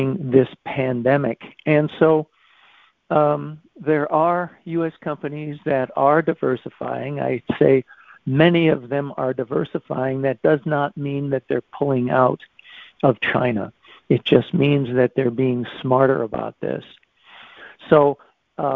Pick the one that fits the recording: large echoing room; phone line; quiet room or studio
phone line